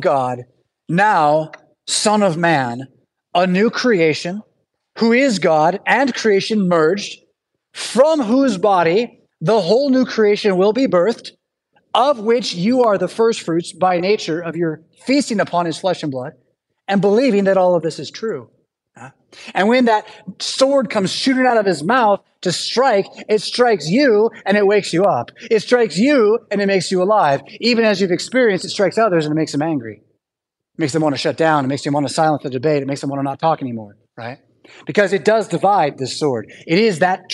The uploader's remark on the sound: Preached at St Paul Lutheran Church , Rockford, Illinois on Sunday July 16th, 2023.